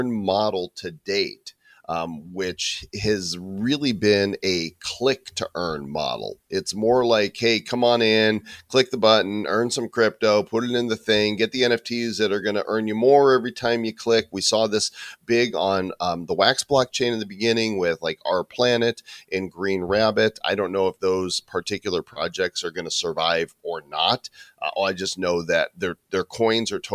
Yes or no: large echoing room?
no